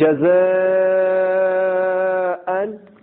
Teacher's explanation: حمزہ اسی کلمے کے اندر آ رہا ہے، اسی کلمے کے اندر آ رہا ہے، اسی لیے یہاں مد متصل ہوگا. تو مد متصل ہوگا کم سے کم چار یا پانچ الف کے برابر کھینچ